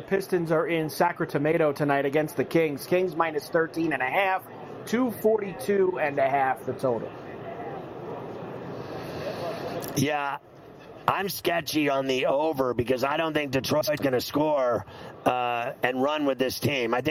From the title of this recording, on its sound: Live From Radio Row in Las Vegas!